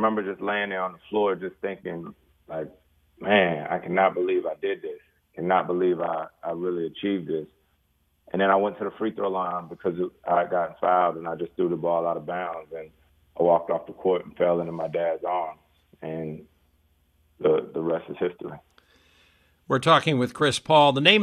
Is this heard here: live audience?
no